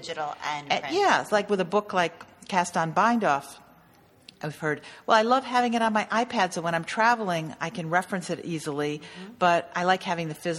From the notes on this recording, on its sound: We recorded this podcast at Craftcation 2015 in Ventura, California.